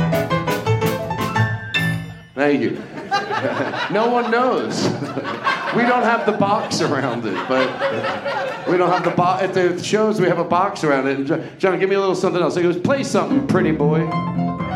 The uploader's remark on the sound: LIVE from Just For Laughs Montreal.